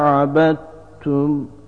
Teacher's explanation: Abettum kelimesinde dal harfinin te harfine idgam edilerek yani katılarak okunduğunu görüyoruz.